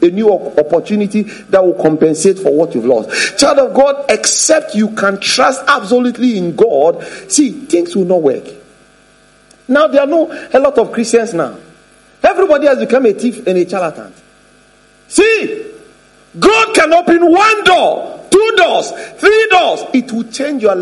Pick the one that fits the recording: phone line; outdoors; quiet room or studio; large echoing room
large echoing room